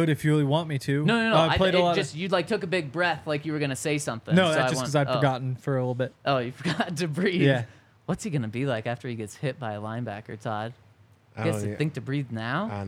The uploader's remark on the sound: Coming to you LIVE from the DNVR Bar.